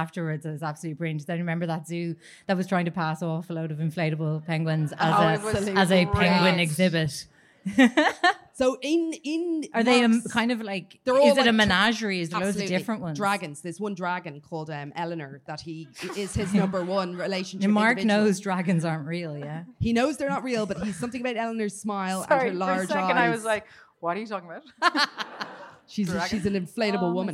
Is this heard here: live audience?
yes